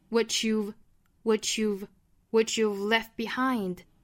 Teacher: what 和 you've t 加 y 的连读同化，我们发成 ch